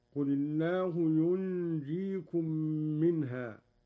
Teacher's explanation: مع ملاحظة إخفاء النون عند الجيم مع الغنة بمقدار 2 حركات · قرأ قالون بإسكان النون وتخفيف الجيم